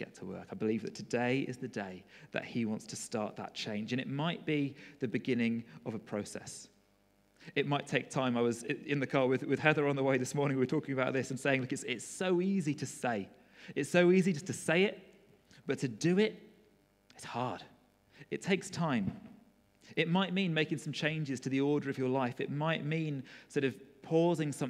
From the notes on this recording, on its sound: Recorded at freedomcentre church, Preston